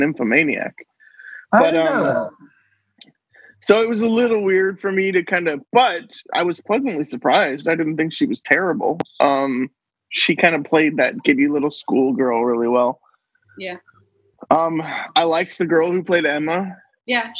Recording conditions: video call